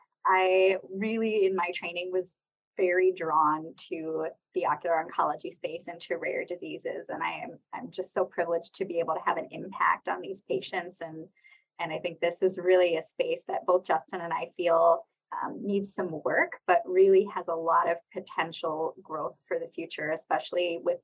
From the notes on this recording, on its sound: Special Rare Disease Day Webinar, recorded live on Feb 28, 2023.